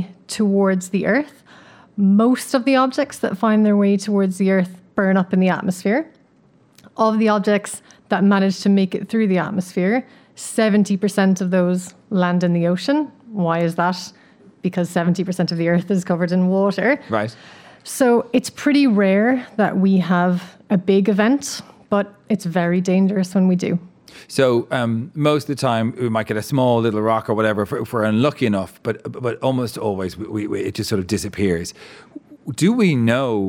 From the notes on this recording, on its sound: Recorded in front of a live audience at the Dublin Royal Convention Centre.